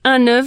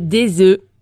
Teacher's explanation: on ne prononce pas le F au pluriel · Shown in: second take